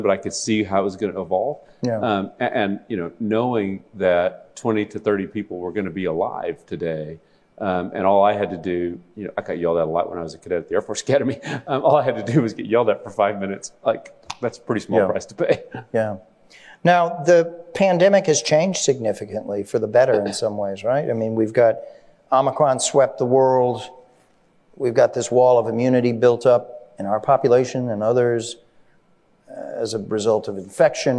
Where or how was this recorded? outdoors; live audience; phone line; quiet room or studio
live audience